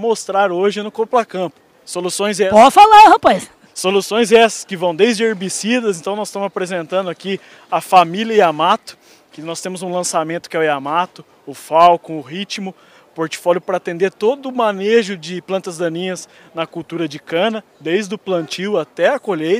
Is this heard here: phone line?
no